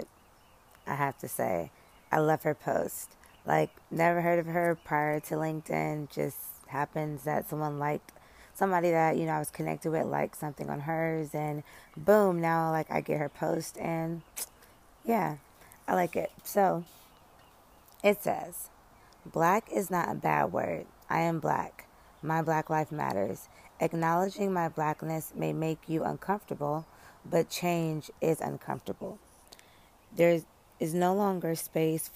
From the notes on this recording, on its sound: Live from the Peace of Outside